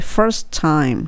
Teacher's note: this その次に your first time って言いたいところですが、ここは your にして your first time にした方がスマートになります。はい。first time はふ、ふ、下の唇に上の歯ちょっと当てて息が漏れて R を聞かせて first の t と time の t が重なって